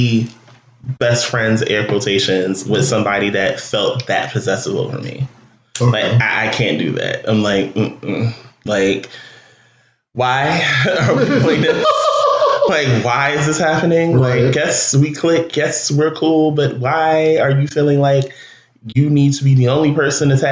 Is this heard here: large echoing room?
no